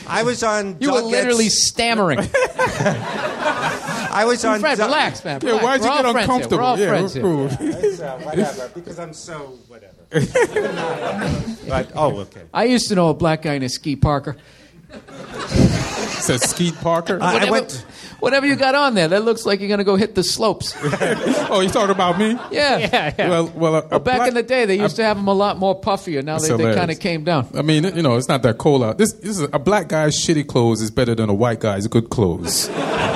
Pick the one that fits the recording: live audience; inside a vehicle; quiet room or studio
live audience